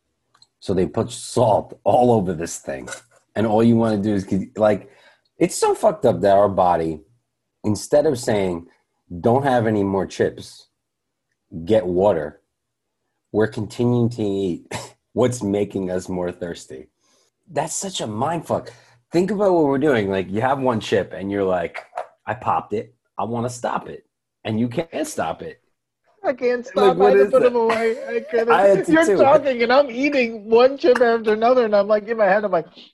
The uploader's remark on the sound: We recorded this on August 17th, 2020 on Zoom so there are some small sound discrepancies and tech issues